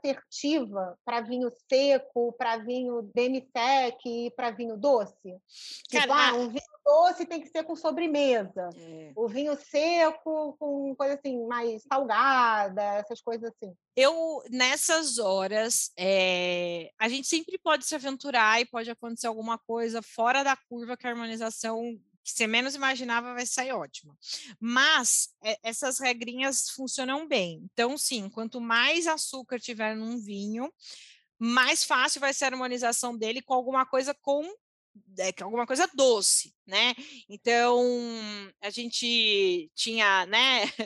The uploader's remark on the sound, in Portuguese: mesmo com alguns problemas de áudio